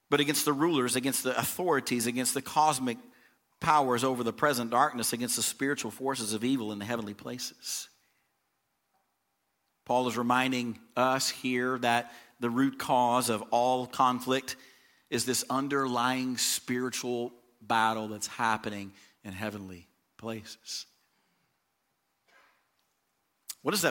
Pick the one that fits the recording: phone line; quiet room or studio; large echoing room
large echoing room